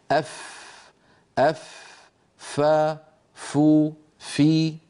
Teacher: تخرج من أطراف الأسنان العليا، الثنايا العليا، عندما تتوضع على باطن الشفا السفلى · Term: مخرج